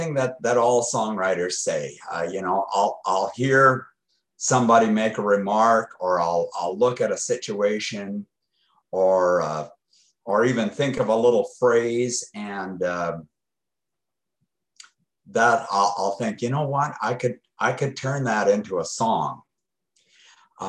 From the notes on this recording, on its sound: Original Zoom Audio. That was taken from Zoom Audio, as this was a Zoom Interview. This is the unedited, uncut version of the interview.